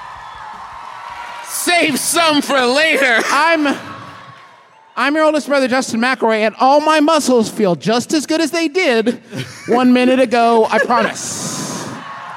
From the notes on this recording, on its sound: Live from the dreamy Carpenter Theater in Richmond, VA!